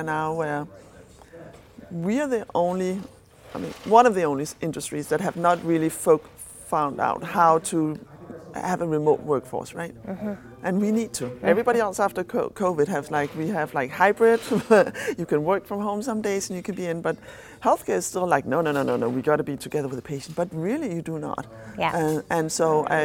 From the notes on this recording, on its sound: recorded at HIMSS22